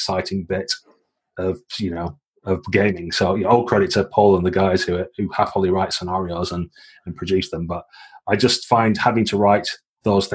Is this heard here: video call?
yes